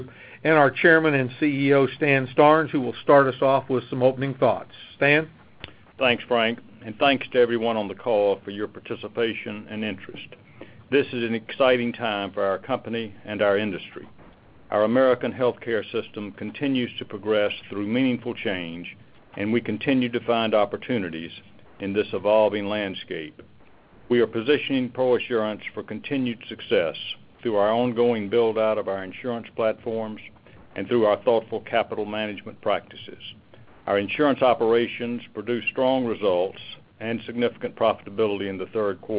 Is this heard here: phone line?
yes